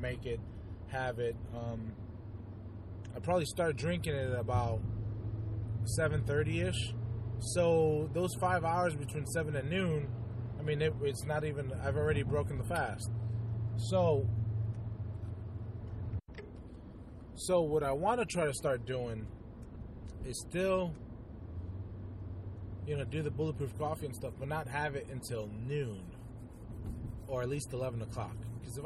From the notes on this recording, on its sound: Just a quick carcast. (Well some I was driving).